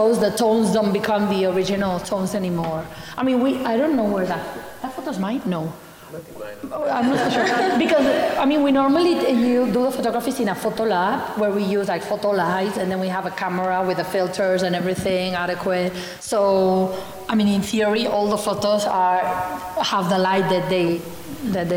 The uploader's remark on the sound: This session was recorded live in November 2019 at National Gallery Singapore.